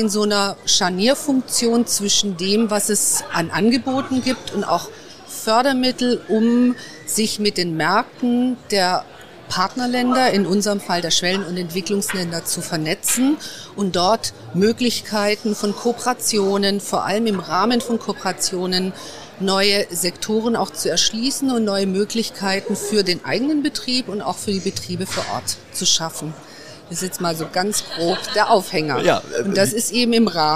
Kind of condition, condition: setting, busy venue